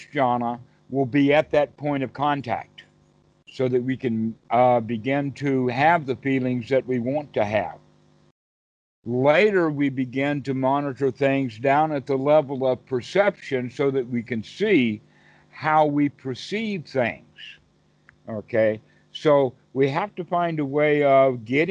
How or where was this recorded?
video call